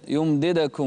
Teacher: أسكن الدال لا تضمها يمددكم